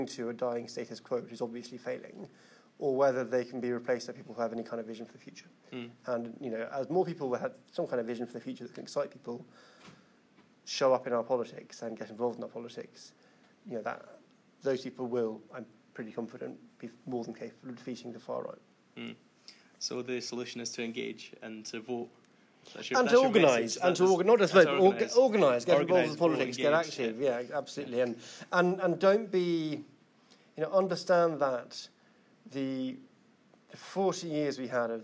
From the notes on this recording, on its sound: Takes audience questions after the talk (the talk itself was not recorded).